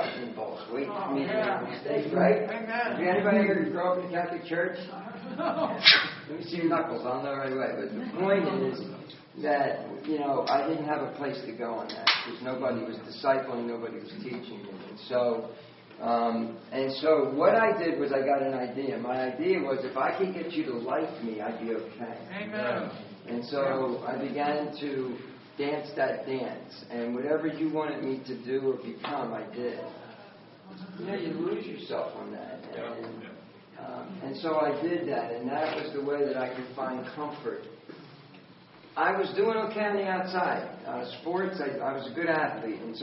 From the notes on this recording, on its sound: Recorded at Grace Fellowship International's conference in Pigeon Forge, TN on March 7, 2014.